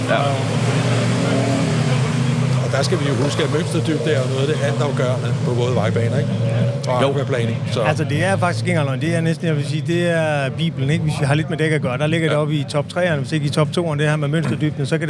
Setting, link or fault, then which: setting, busy venue